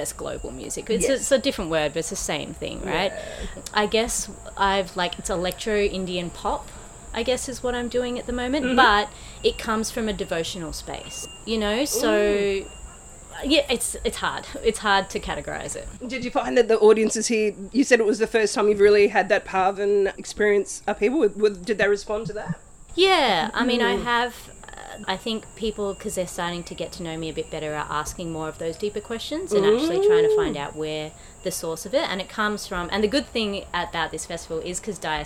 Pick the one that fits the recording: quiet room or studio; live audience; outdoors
outdoors